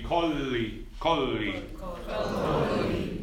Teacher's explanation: when you have two letters, two consonants together in Italian, you hold them a little bit